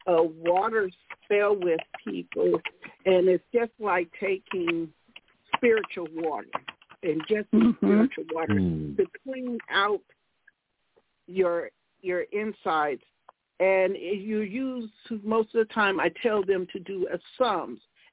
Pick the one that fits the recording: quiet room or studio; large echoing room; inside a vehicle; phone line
phone line